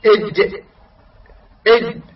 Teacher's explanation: إطلاق الصوت بعد انحباسه في الحرف الشديد المجهور